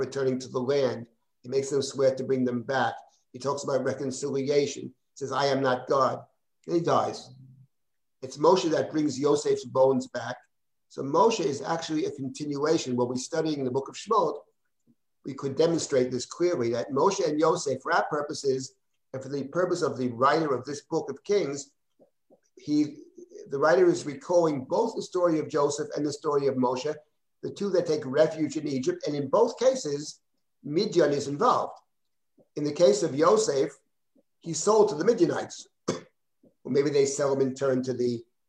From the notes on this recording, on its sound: This audio was originally captured from Zoom